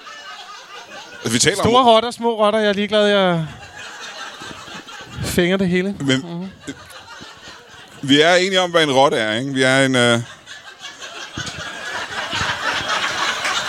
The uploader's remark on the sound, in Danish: LIVE fra Ramsømagle Forsamlingshus. Optaget foran det gode Gadstrup publikum en aften i april.